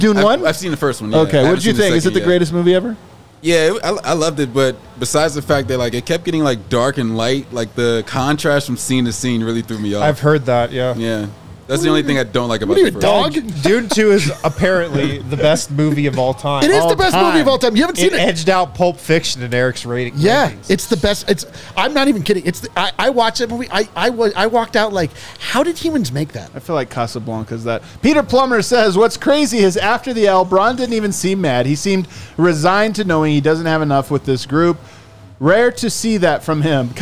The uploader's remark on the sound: Come to you LIVE from the DNVR Bar.